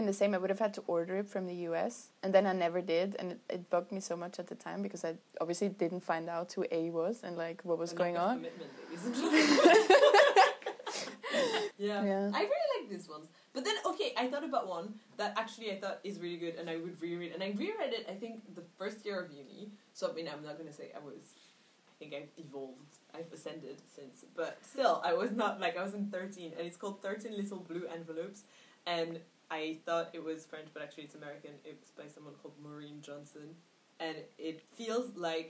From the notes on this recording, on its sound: This was recorded the day of the hand-in and on day 12 of my quarantine so the vibes were chaotic, but chaotic good. Excuse the sound quality, still don't have a mic and this was very improvised.